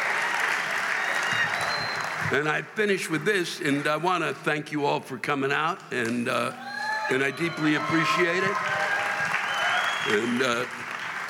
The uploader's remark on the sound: This week’s live rants come from the Raymond F. Kravis Center for the Performing Arts Center in West Palm Beach, Florida and the Hard Rock Live in Orlando, Florida.